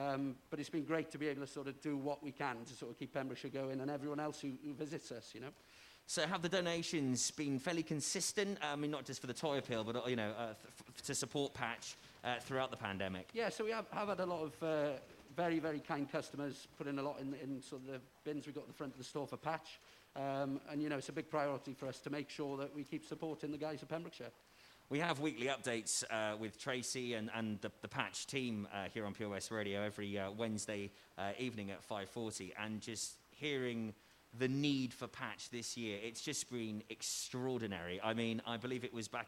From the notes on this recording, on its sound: LIVE for the PATCH Toy Appeal from Fountain View, Milford Haven Golf Club